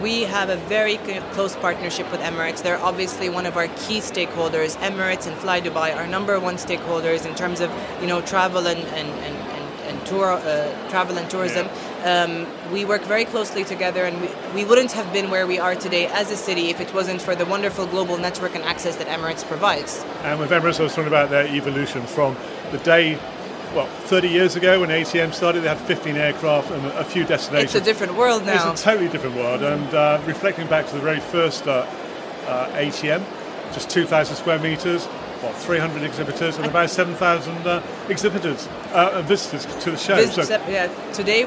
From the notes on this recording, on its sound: Touring the Middle East's largest travel event - the Arabian Travel Market. In this podcast recorded at a very vibrant ATM.